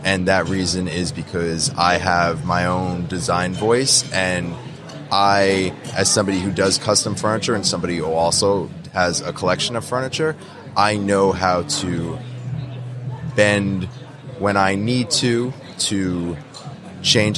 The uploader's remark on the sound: LIVE from WORKBENCHcon 2022. Live edition of Organization Conversation.